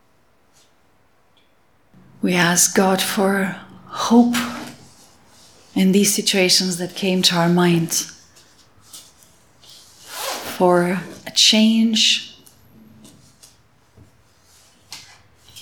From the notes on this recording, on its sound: Audio podcast of all-age morning service for harvest.